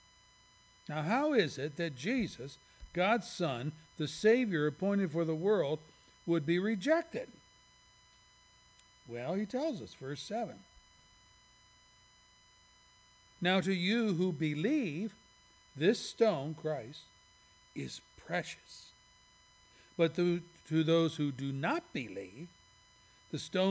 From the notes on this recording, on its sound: services recorded at Thornville Baptist Church